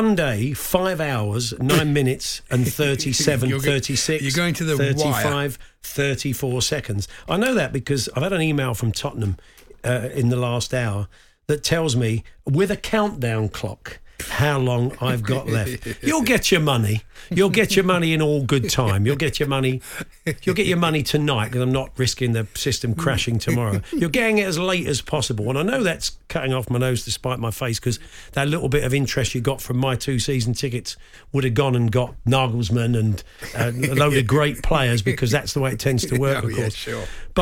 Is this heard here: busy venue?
no